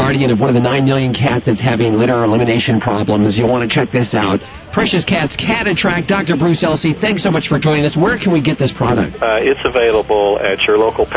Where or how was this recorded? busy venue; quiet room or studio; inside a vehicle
busy venue